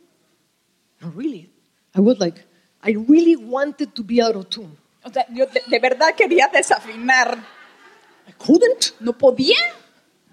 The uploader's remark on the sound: Was given during the 2023 Annual Conference in Jacksonville, Florida USA. Bilingual Message (English with Spanish Translation).